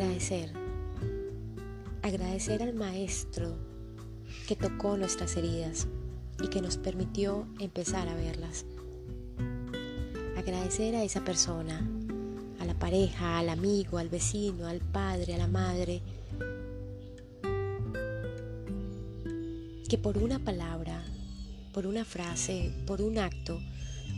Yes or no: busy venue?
no